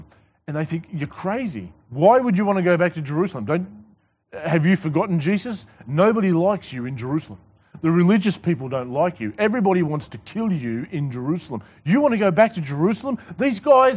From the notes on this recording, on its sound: This sermon was preached to the Rock Christian Church